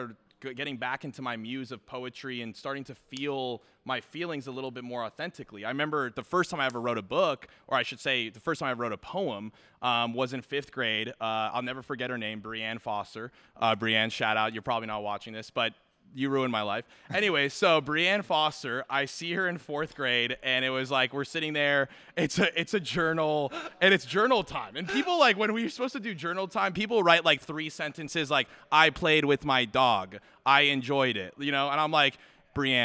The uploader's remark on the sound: A special edition 15th episode filmed in front of a live camera audience.